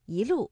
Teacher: 第一句的“一路霜林”，我们的“一”读二声